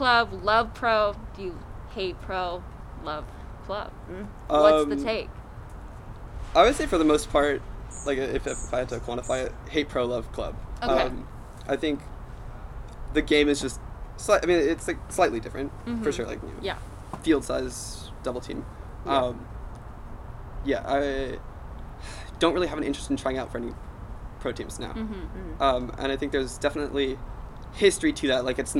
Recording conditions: background noise